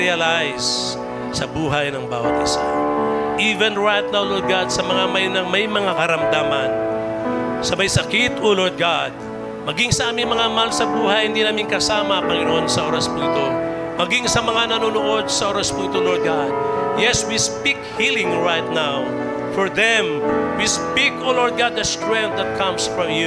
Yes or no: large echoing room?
yes